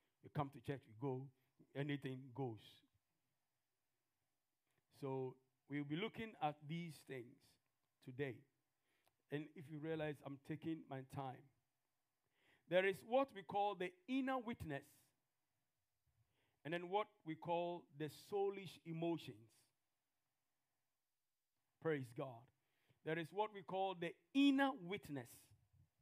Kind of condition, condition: setting, large echoing room